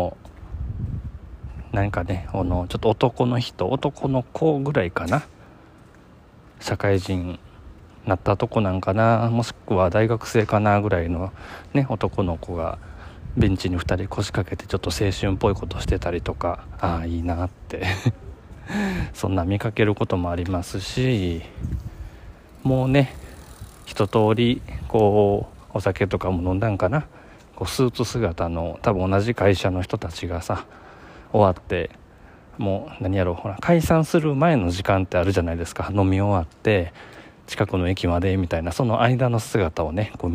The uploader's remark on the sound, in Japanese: 勢いに任せて夜中に出かけたお散歩中の収録です。